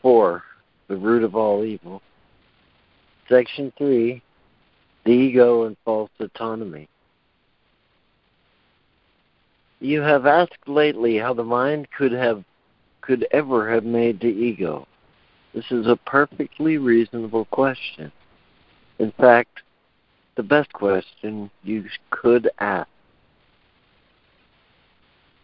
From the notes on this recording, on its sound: ACIM Daily Conference Call